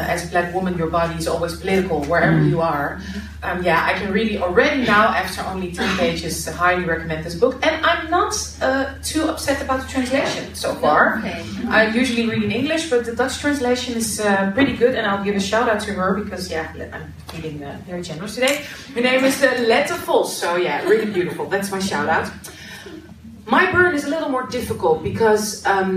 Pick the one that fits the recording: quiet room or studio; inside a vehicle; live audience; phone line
live audience